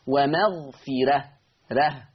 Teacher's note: مكسور، الحرف اللي قبلها مكسور، وإحنا اتفقنا إن ورش هيرقق الراء المفتوحة والمسبوقة بكسر أصلي · Term: ترقيق الراء